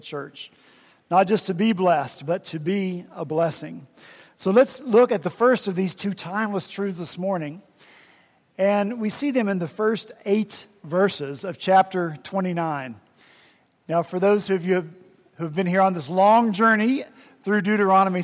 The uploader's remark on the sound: At Redeemer Presbyterian Church in Charleston, SC, we rejoiced to be back together this past Sunday, October 16 after Hurricane Matthew kept us from gathering the Sunday prior.